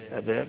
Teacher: التقليل يعني لا فتح مفتوح أبا ولا إضجاع أبي، ولكن بين الاثنين